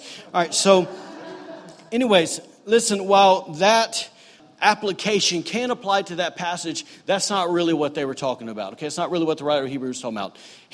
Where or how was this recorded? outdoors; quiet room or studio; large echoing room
large echoing room